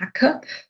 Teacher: das kurze A im Alemannischen bleibt eben ein kurzes, sogenanntes helles A. Ganz grob, also in Vorarlberg sagt man Acker.